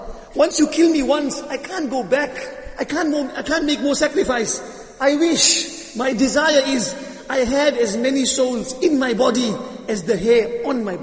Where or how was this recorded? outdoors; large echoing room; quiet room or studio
large echoing room